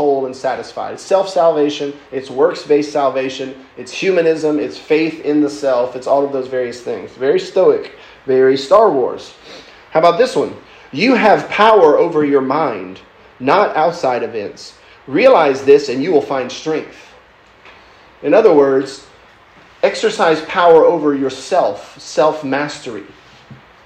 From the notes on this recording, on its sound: lecture given at Christ Church academy